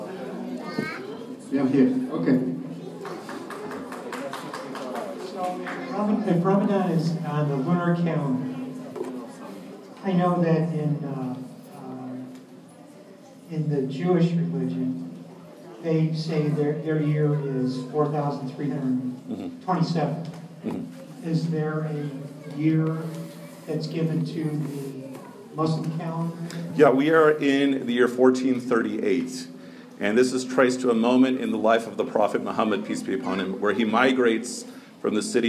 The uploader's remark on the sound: Short talk to a non-Muslim audience at the Turkish American Society of Chicago's "Get to know your neighbors" event.